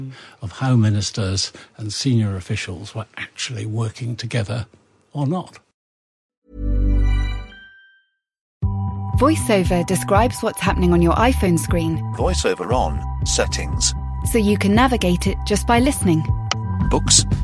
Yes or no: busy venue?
no